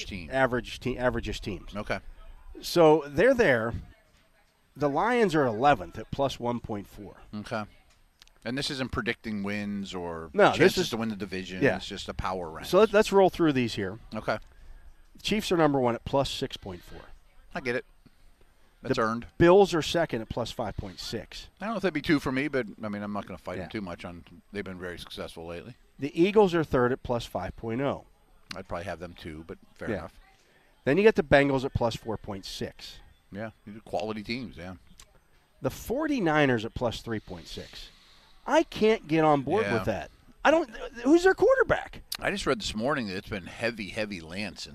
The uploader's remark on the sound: The Drive live from OTAs. Are live from Steelers OTA's to wrap up week 2 of practices.